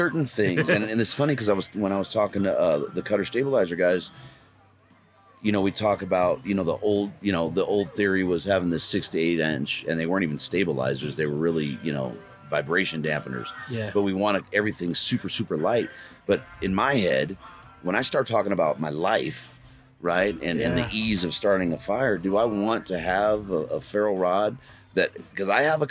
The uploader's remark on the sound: Mountain Archery Fest live episode. Live from Mountain Archery Fest at the Purgatory resort in Durango, Colorado.